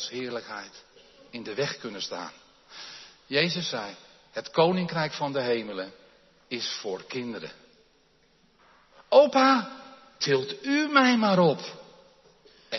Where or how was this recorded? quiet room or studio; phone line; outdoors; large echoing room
large echoing room